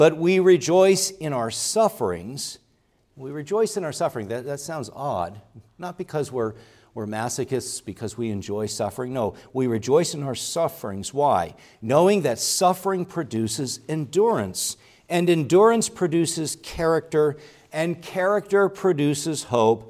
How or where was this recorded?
large echoing room